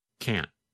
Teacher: in the negative form, because the tongue and voice stop, there is almost no sound of the letter N.